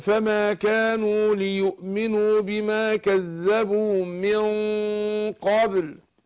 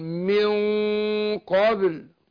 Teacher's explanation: لكن هنا ايه النون وبعدها قاف، يبقى بخفي النون عند القاف مع كون ان انا ايه افخم الغنة، فاقول ايه فما كانوا ليؤمنوا بما كذبوا من قبل، يبقى فخمت الغنة هنا مع كونها حركتين وبعدين قلقل الباء بعدها